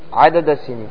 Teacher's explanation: السين من طرف اللسان والدال من طرف اللسان، تقاربوا في المخرج · Term: تقارب في المخرج